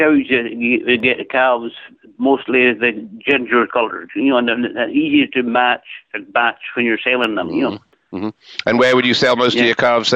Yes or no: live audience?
no